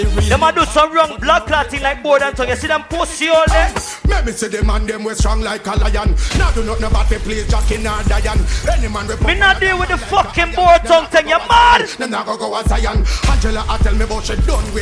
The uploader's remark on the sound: Bday Party LIVE AUDIO 8/29/2021